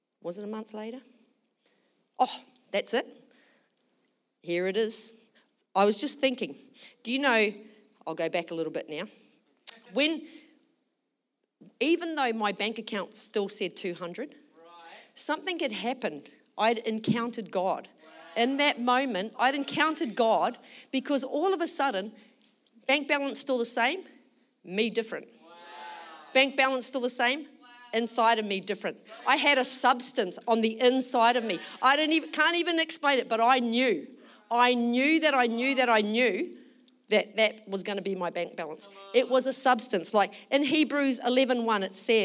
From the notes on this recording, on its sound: Recorded during our Melbourne East service on Sunday, the 19th of March 2023